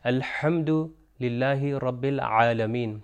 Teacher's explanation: یہ ہا اور عین کا تلفظ جو ہے مڈل آف دا تھروٹ سے ادا کیا جاتا ہے